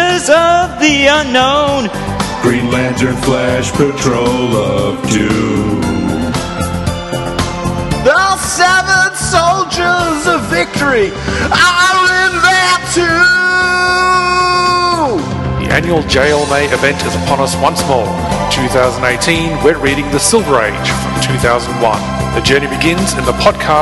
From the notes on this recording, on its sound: Visit Belfast Film and Comic Con. We have clips from the event.